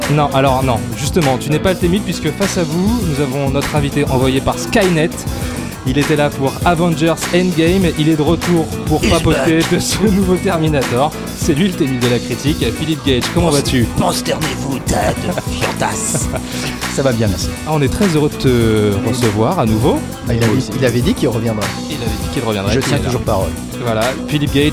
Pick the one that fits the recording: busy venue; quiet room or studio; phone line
busy venue